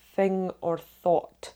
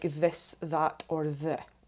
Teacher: So your vocal cords don't vibrate when saying thing or thought, but they do when you say this, that, or the. · Term: voiced versus unvoiced